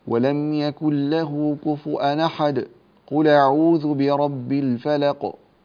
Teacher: سكتة صغيرة من غير تنفس · Term: السكت